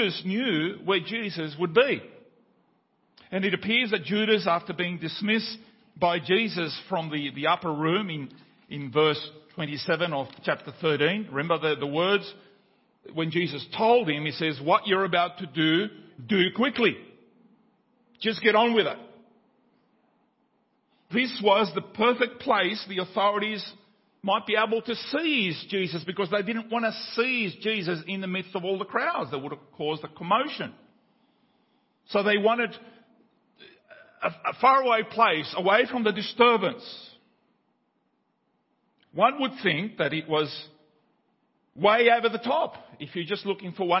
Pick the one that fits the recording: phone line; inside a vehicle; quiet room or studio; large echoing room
large echoing room